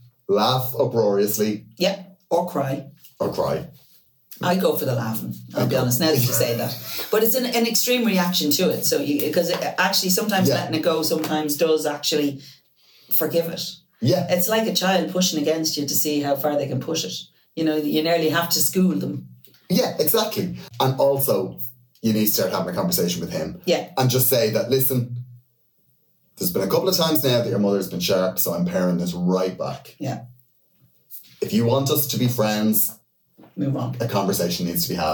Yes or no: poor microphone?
yes